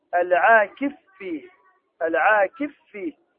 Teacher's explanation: يدغم الفاء الأولى في الثانية